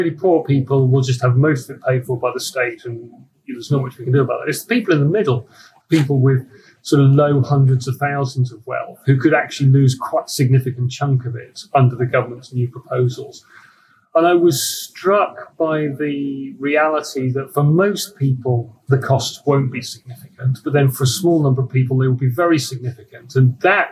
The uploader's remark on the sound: I got the mic setting wrong on this one so the sound quality is a bit poor, sorry.